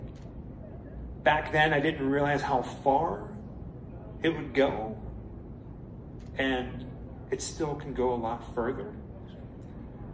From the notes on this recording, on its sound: recorded at Days of the Dead Chicago on November 18, 2022